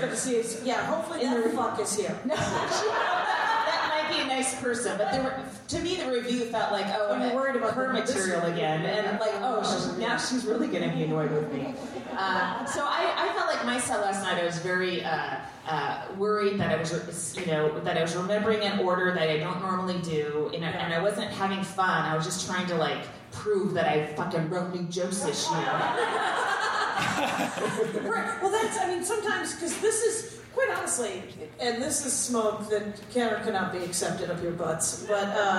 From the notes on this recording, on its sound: This ep was recorded live at the Bridgetown Comedy Festival 2017 in Portland, OR.